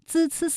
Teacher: 滋滋滋在现代汉语当中是舌尖前音，靠舌尖来发音，发音的时候舌尖都放在上齿背 · Term: 平舌音